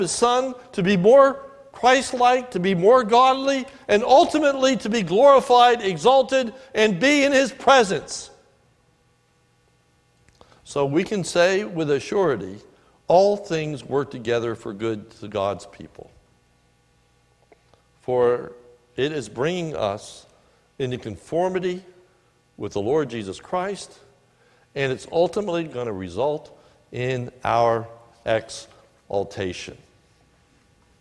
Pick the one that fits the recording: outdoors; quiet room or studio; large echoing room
large echoing room